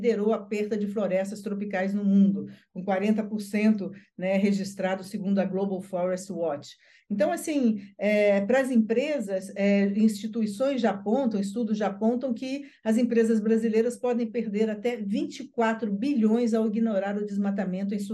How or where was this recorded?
video call